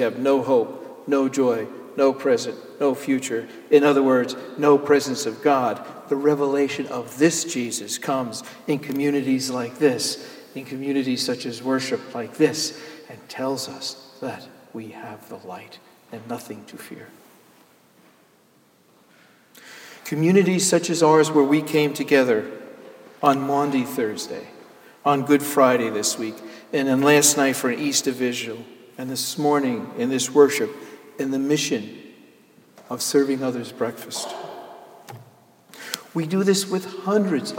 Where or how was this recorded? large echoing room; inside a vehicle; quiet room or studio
large echoing room